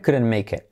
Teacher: Incluso la T de couldn't no se pronuncia